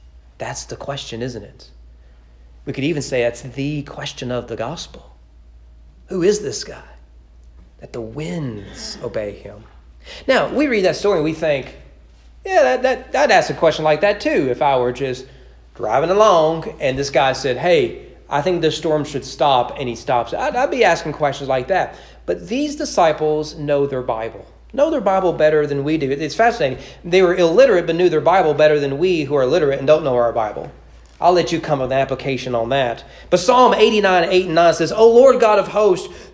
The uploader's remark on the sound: Sermon preached at East Frankfort Baptist Church on January 16, 2022 during morning worship.